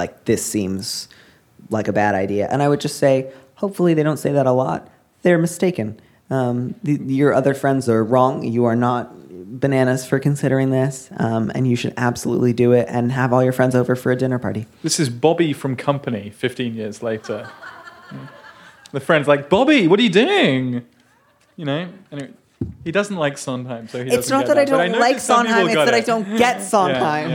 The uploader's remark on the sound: This week finds Dear Prudence live on stage at The Museum of Pop Culture in Seattle, Washington. As well as questions from the audience!